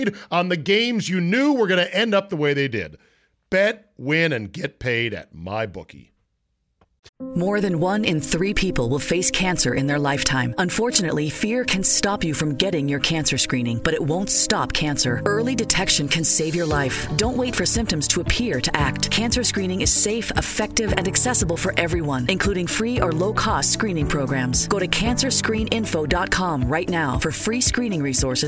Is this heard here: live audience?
no